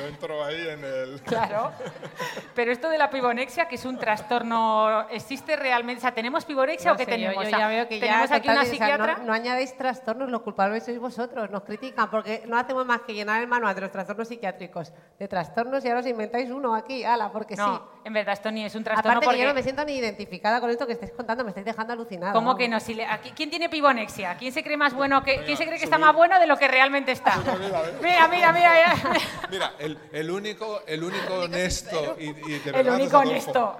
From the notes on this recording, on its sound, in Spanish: es la primera vez que el podcast "De Piel a Cabeza" se graba en directo con público